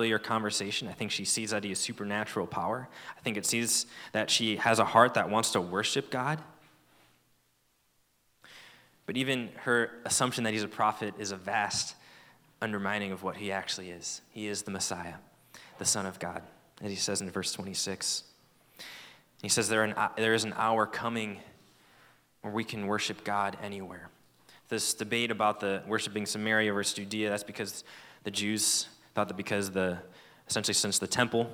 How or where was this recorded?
live audience